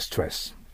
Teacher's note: 語になるんです。ストレスってなんでしょう。それでは通じません。ストレスです。 S と T のところに母音を入れない。そして R だから R の発音にすることですね。